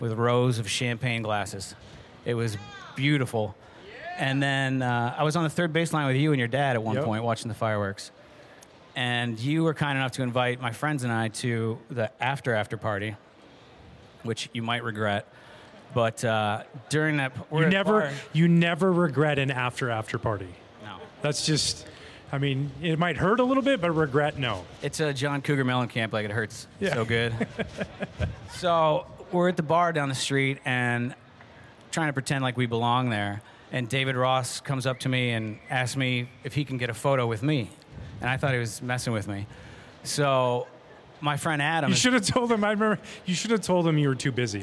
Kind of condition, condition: setting, live audience